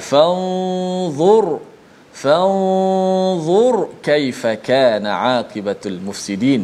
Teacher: kalimah ra yang mati sebelum dia berbaris di depan. Maka kena baca dengan tebal. Fanzur. Fanzur kaifa kana aqibatul mufsidin.